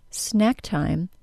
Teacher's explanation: I make it small by not aspirating it very much. That is, the puff of air that leaves the mouth at the end of the K sound should be minimal. · For the K sound, at the end of the word snack, the back of the tongue is high and the tip is low. Then, for the T sound at the beginning of the word time, the back of the tongue drops as the front of the tongue lifts.